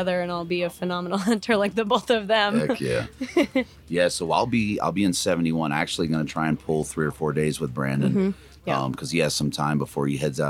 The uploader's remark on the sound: Live from Mountain Archery Fest